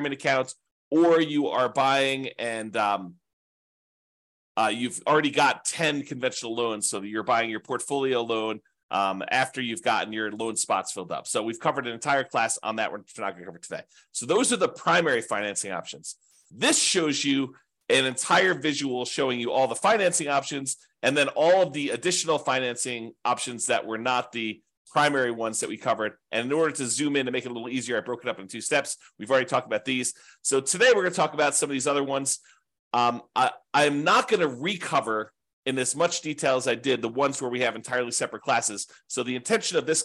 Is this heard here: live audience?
no